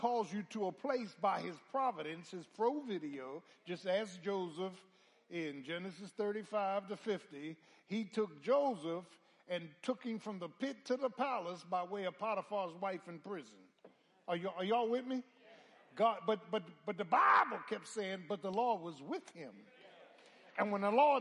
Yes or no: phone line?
no